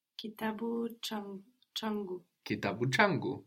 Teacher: The ki coming into contact with the a is becoming ch.